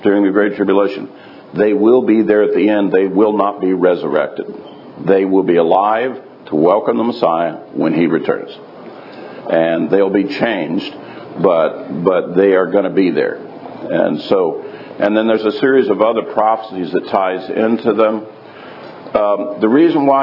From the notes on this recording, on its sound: live from Tabernacles 2018